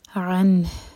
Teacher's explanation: ہا کو ہم ساکن کر رہے ہیں تو ہا کی آواز کلیئر آئے